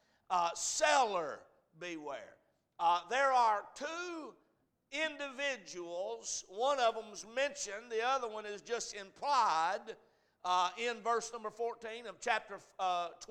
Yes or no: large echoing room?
yes